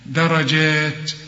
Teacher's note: وكل دال في القرآن مرققة، ما تقولش ضا ضا، دا درجات، وبعد الجيمة هي في ألف عشان تمدها ألف كاملة